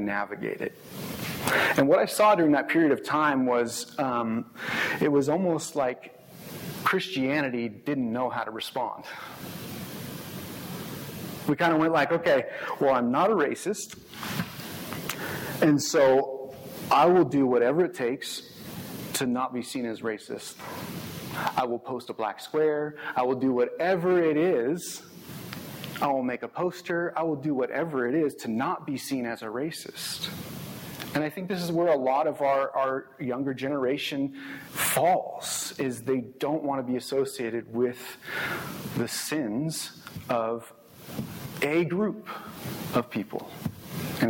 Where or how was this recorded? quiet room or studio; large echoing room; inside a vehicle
large echoing room